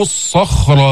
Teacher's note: بين التشديد في الصاد وميزها عن السين